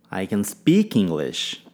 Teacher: Ênfase em speak, pois eu quero deixar claro que falo.